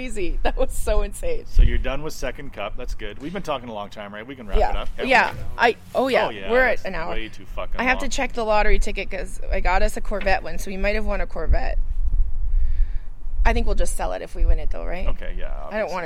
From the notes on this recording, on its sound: The Windy, Outdoor Edition.